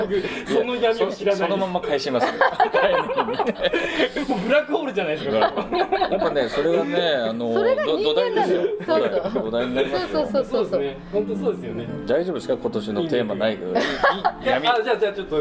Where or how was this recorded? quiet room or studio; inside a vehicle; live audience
live audience